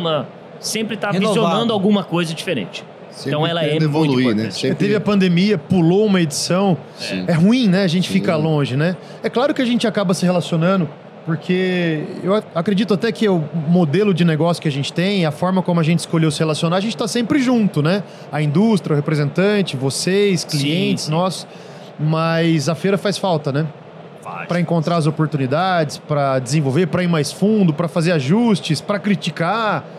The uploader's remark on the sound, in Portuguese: Este é o último episódio gravado durante a Automec 2023 que vai ao ar.